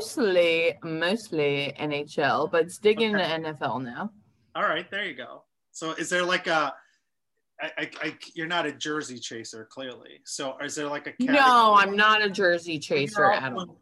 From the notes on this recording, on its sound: via Zoom